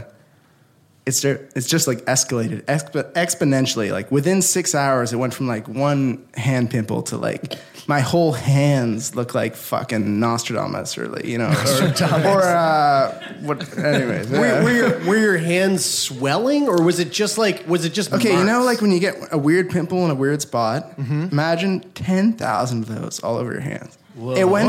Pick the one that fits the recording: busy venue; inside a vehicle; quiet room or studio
busy venue